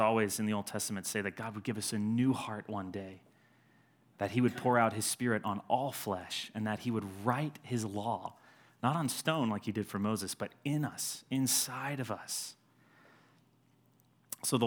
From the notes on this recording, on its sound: Sermon delivered on Sunday, January 19, 2020, at Edgewood College Auditorium